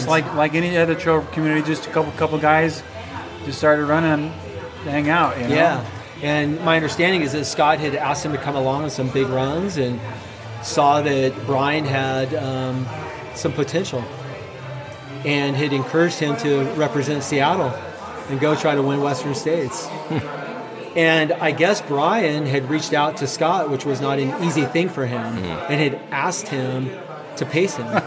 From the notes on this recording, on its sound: a live recording session late in 2021 at The Aid Station in Auburn, CA.